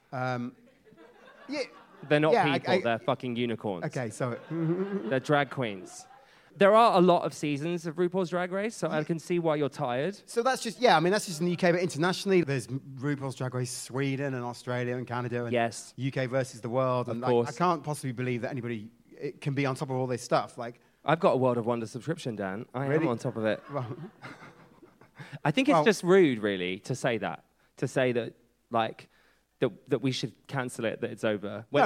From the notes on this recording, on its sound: recorded live at Cheerful Earful Festival in November